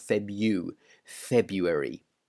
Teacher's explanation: We tend to ignore the R, the first R. So if you listen to a native pronounce this word, they will probably say February, not Febru, but Febu, February.